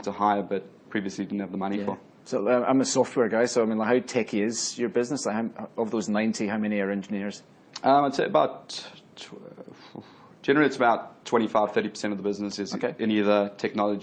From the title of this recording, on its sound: Recorded at Innovation Bay Sydney breakfast event - 18 May 2016